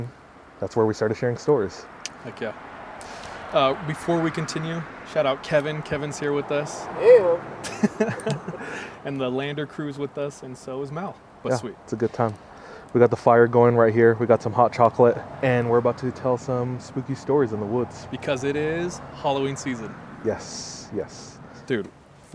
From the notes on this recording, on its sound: Our First Episode at the Campfire. This time we record near the birthplace of 3AM—the woods. Apologies for the passing traffic throughout the episode.